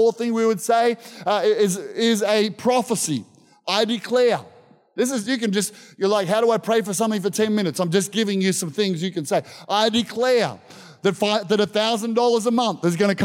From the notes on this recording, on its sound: This was recorded in our 9am service on the 22nd of Januray, 2023